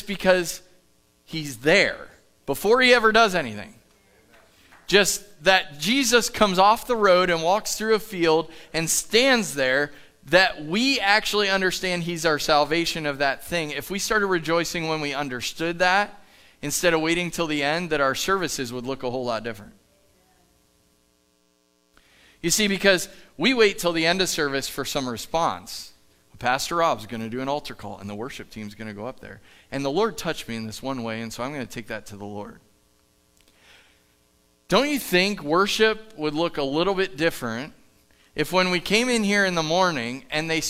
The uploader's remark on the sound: Live from The Summit Church in Dover, OH